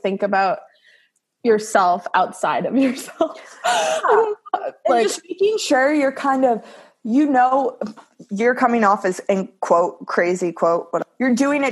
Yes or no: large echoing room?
no